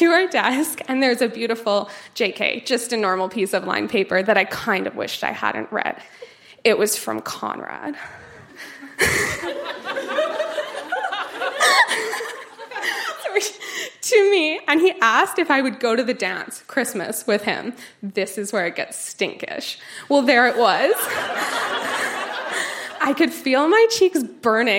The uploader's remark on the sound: Recorded live at The Rec Room in Edmonton.